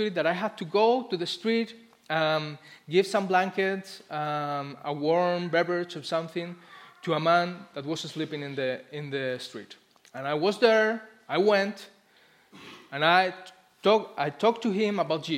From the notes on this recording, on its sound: Christmas Eve Service Live Stream Recording